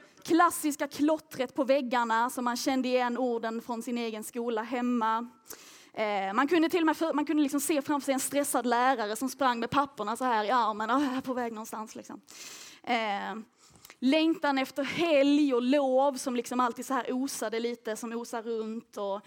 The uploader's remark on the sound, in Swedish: Inspelat under nyårslägret Passion for People 22/23.